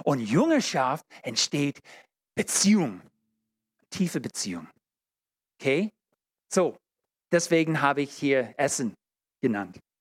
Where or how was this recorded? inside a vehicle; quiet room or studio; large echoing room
large echoing room